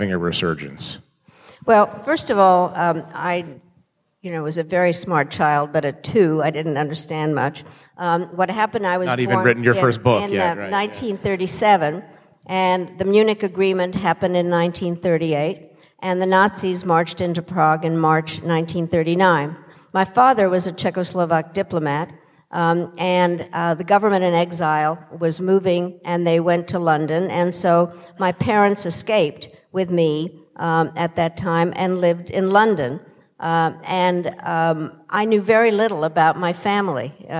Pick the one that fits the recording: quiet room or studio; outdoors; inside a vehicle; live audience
live audience